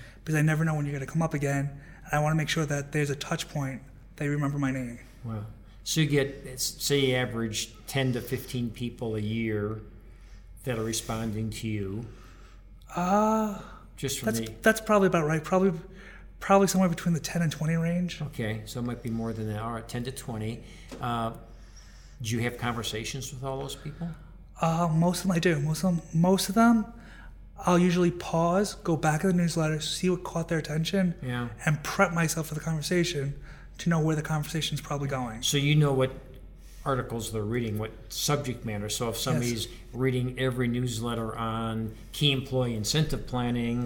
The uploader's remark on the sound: at the 2019 BEI National Conference